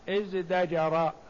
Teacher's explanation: الدال قريبة من الدال وتناسب الدال تناسب الزاي، فأبدلت التاء ازتجر، فأبدلت التاء دالا فقال ازدجر · Term: تاء الافتعال